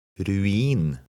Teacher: Since the I still has its long E sound, this word has 2 syllables.